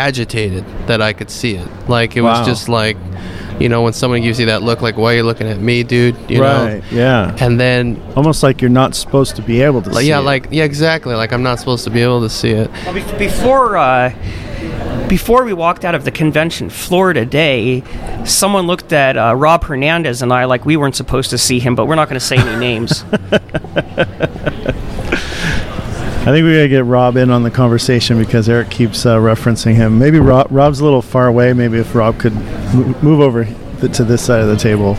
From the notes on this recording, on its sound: Special show live from Midsummer Scream Halloween Horror Convention in Long Beach California.